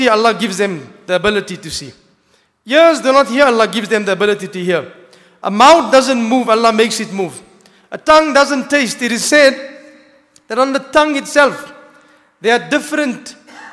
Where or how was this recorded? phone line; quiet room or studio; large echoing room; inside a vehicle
large echoing room